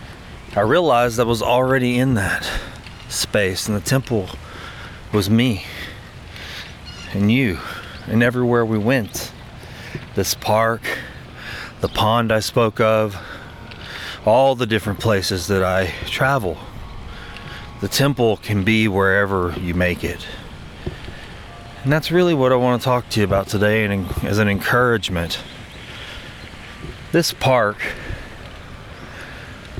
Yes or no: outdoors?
yes